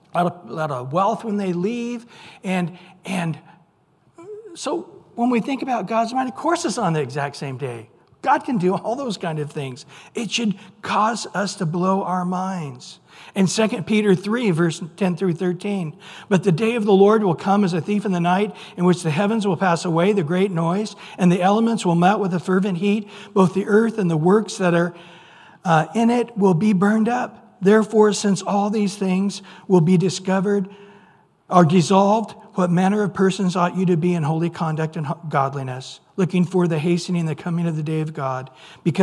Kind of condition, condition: setting, large echoing room